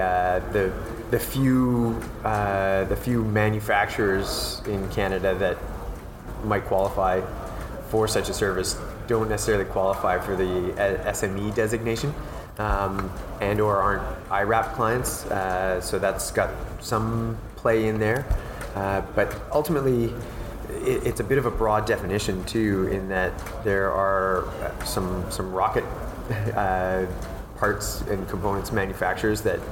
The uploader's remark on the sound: Updates from the 2018 Canadian Space Summit. This weeks podcast consists of three short interviews recorded at the Canadian Space Summit in Ottawa on November 28 and 29.